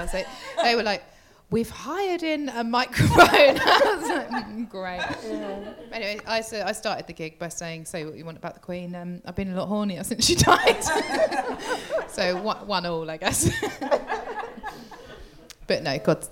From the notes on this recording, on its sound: Live at the Turner Contemporary as part of the Margate Bookie literary festival. Live at the Margate Bookie. Live at the Turner Contemporary as part of the Margate Bookie literary festival.